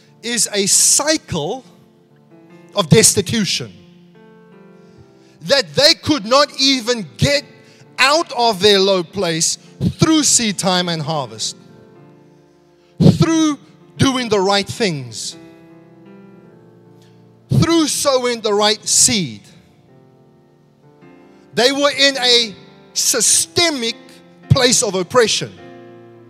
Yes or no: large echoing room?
yes